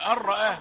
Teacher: يعني فخم الهمزة أو يأتي بها بين بين بين التفخيم والترقيق